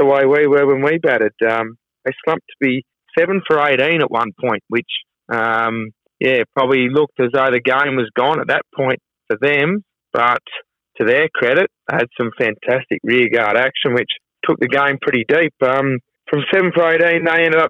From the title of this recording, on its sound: phones in to the Flow Friday Sports Show